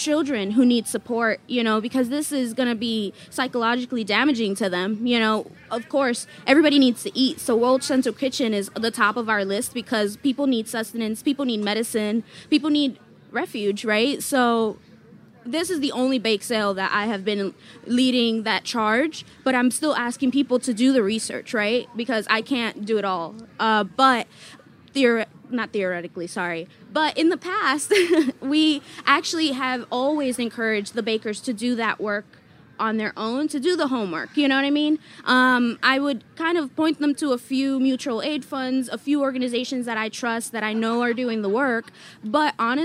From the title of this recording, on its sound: at Charleston Wine + Food 2022